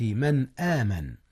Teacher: إظهار النون قبل الهمزة، قبل همزة آمن